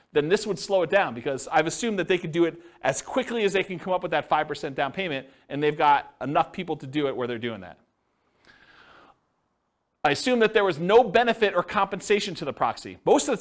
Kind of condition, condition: setting, live audience